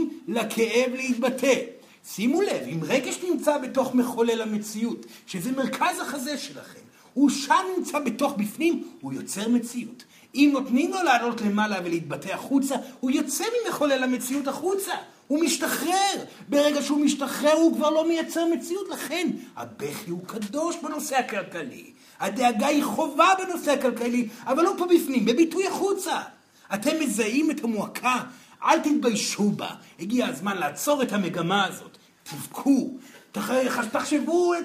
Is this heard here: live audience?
yes